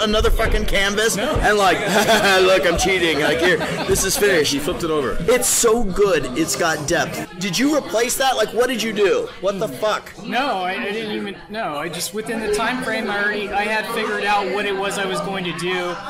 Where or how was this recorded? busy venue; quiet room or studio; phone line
busy venue